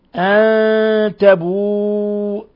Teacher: إني أريد أن تبوء بإثمي وإثمك، أن تبوء، نون ساكنة جاء بعدها التاء، الحكم التجويدي إخفاء حقيقي. ثم تبوء مد متصل، يمد من 4 إلى 5 حركات